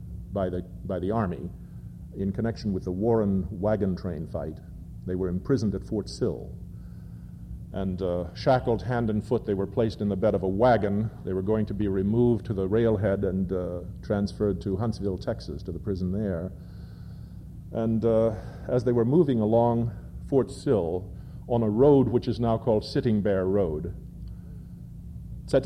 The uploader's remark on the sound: On the first night, at the Tischman Auditorium, panelists read from writers who first influenced them, and then from their own work.